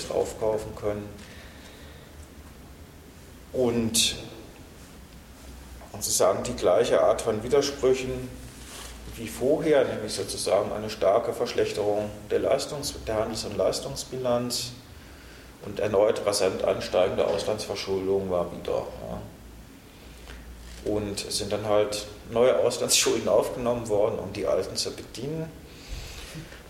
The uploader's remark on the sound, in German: Mitschnitt vom 17.12.2011 aus dem Forum Stadtpark, Graz. Workshop.